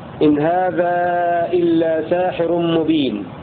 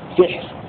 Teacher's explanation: قوله وساحر بسحر بها مع هودة والصف شملالة، قرأ حمزة الكسائي بألف بعد السين في لفظ ساحر · Shown in: first take